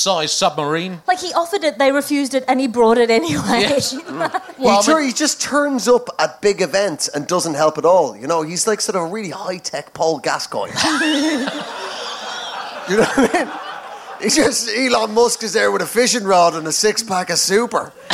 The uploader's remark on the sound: Recorded live at Underbelly Festival in London.